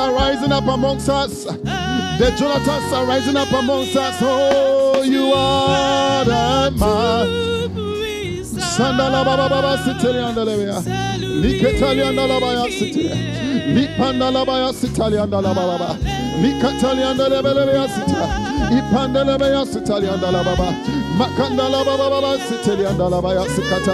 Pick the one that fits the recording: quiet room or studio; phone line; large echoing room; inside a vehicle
large echoing room